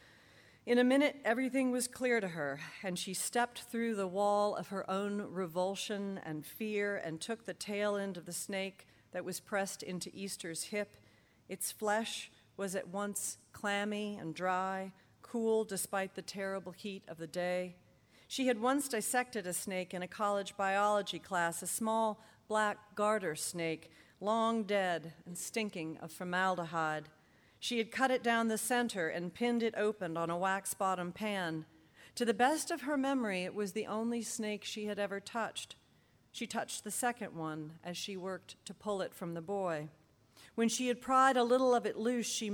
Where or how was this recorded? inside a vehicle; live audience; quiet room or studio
live audience